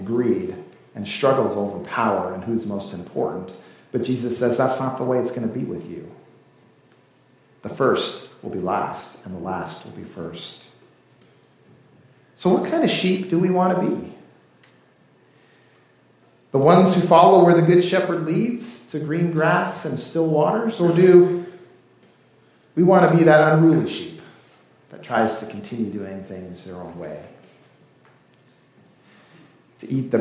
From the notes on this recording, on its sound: This service was recorded during worship on February 25th, 2024.